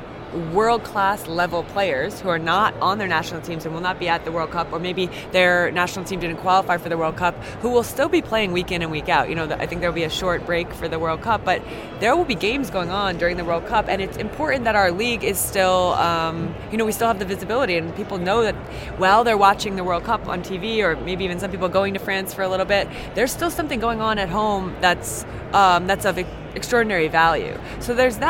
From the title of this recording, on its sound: Live from the 2019 USC Convention